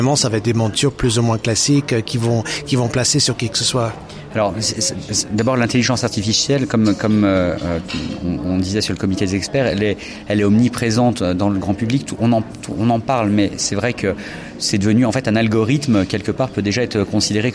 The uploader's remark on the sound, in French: (FR) Épisode 6 "en direct" du Silmo Paris 2023. Dans ce nouvel épisode très animé, en direct du cœur du Silmo 2023.